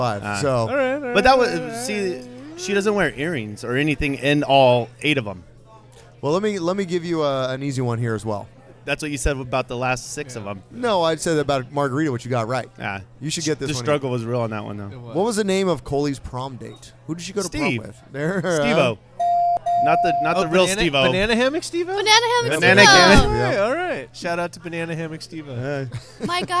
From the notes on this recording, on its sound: live from a Firestone Walker Tap Takeover